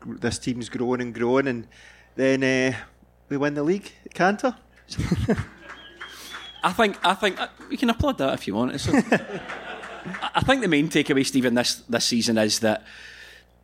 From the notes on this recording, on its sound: End of Season Live Show. Apologies for some of the visual aspects of the show not translating well to an audio medium.